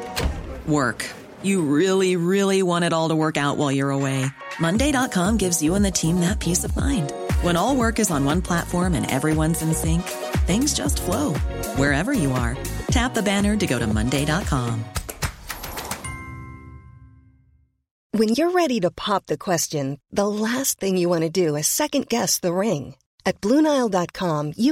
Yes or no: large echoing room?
no